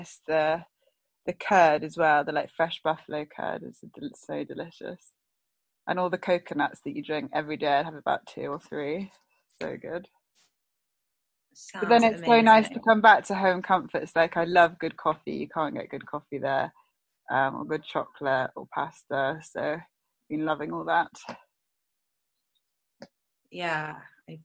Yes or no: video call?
yes